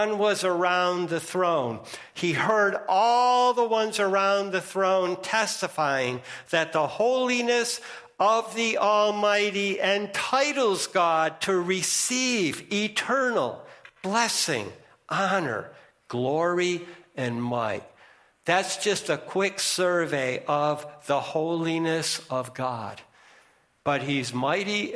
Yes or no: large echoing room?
yes